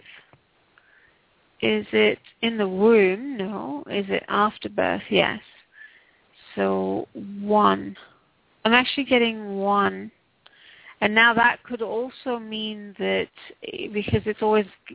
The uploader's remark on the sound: Takes your calls for healing live today!